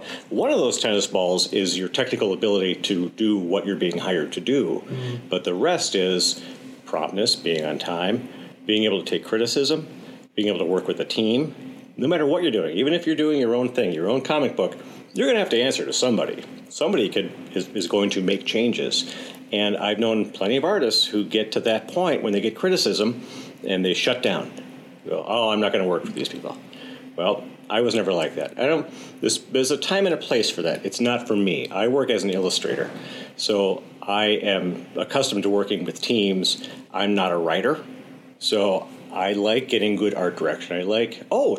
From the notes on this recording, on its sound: Three audio postcards or snapshots from STEAM night, one from technology, one from engineering, and one from the arts.